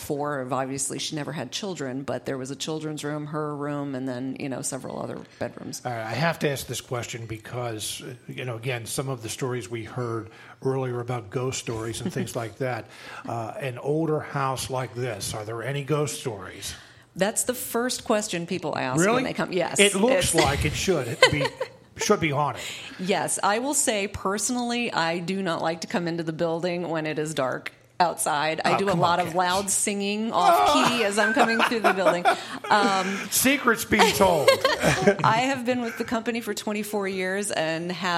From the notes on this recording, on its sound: Smart Talk broadcast live from Mount Hope Estate and Winery, located on Route 72 between Manheim and Lebanon -- just off Exit 266 of the Pennsylvania Turnpike.